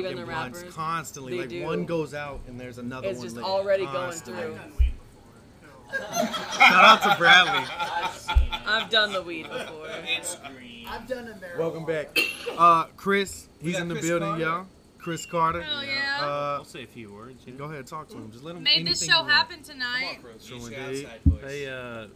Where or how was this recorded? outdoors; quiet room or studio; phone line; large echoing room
outdoors